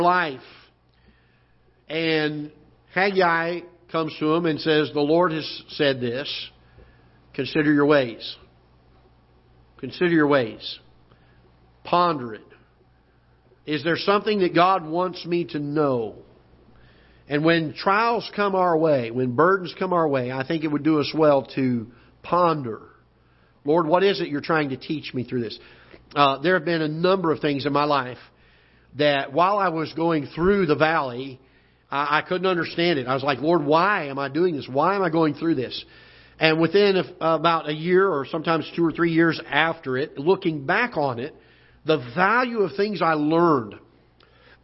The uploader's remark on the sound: Ketha Heights Baptist Church ~ Live Broadcast